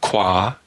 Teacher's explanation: you could have the labio velar, qua, turn into a plain k